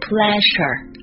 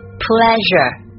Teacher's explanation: 那么上硬腭和舌头呢，它会起到一个阻碍气流的作用，声带震动非常明显 · Shown in: second take